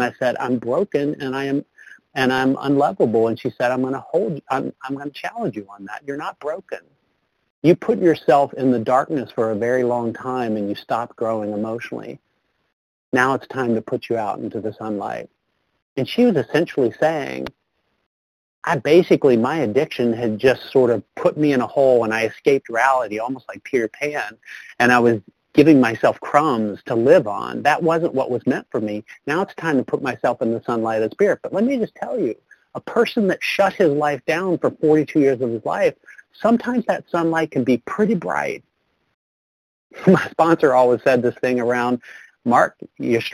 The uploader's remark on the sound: 100 Pounders Phone Meeting